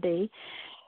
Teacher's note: our lips are together, but they pop a little bit with B